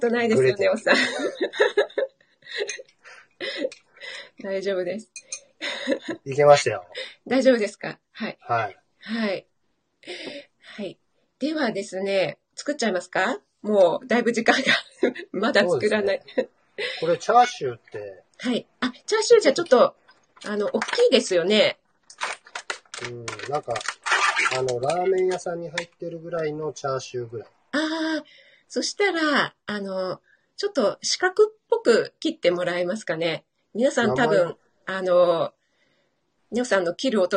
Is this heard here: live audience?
no